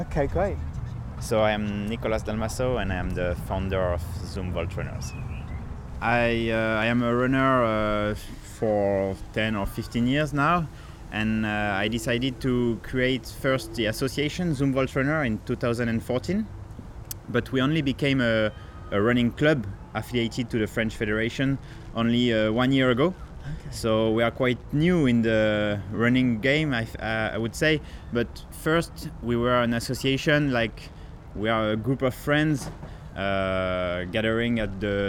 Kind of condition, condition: setting, outdoors